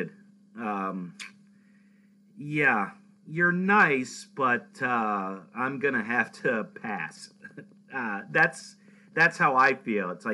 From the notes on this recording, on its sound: This was a Skype podcast, so please excuse the audio for not being as crisp as it could be.